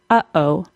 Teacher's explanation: A glottal stop is the sound in the middle of uh-oh, or the first sound of a cough.